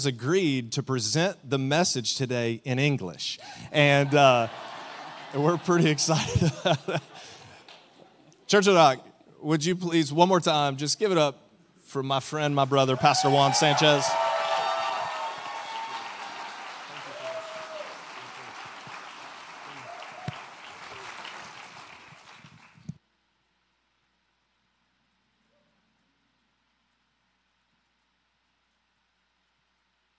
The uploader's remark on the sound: Recorded live on January 21, 2024 at Church On The Rock